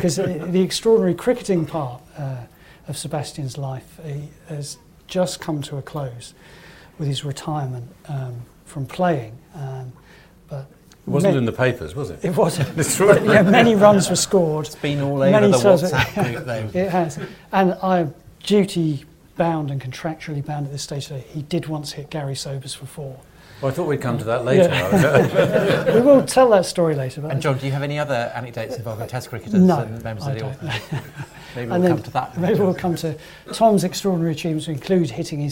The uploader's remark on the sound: A special LIVE edition of The Nightwatchman Podcast recorded at the central London offices of our sponsors, Rathbones . LIVE at Rathbones. A special LIVE edition of The Nightwatchman Podcast recorded at the central London offices of our sponsors, Rathbones .